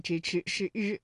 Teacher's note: 日呢，是属于翘舌音的哈，也就是舌尖向上翘起